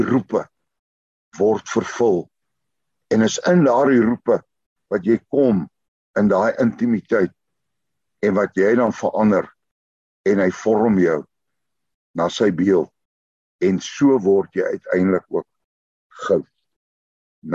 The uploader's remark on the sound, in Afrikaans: Zoom Byeenkoms 27 Januarie 2022.